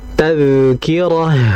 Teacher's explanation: Perhatikan pemirsa, ada dzal mati di situ. Dzal ini dihukumi dengan sifat yang disebut dengan rikhawah, mengalir. Maka dibaca tadhkirah, bukan tad, atau mungkin tadhkirah, ditahan tadhkirah.